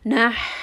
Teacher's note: Ha is also from the throat, so we should feel that there is air escaping the throat.